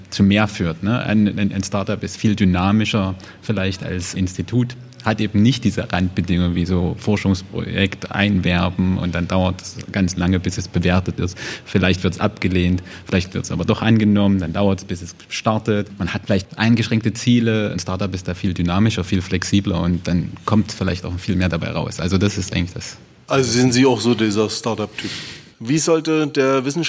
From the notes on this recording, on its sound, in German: Live aufgenommen von Johannes Gerstengarbe ( Ballroom Studios ) im Kulturpalast Dresden. Die Podcast-Episoden werden während besonderer Anlässe wie der Zusammenkunft des Oberbürgermeisters mit den Preisträgerinnen und Preisträgern des DRESDEN EXCELLENCE AWARD aufgenommen.